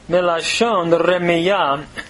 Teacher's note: Notice the men, the noon has assimilated by progressive assimilation into the lamed in that preposition